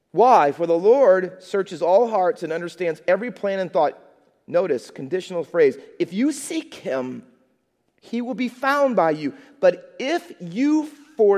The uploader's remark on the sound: Faith Baptist Church in Hamilton, NJ.